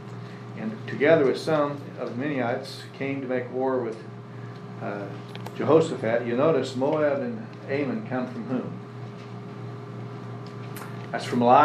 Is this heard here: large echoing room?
yes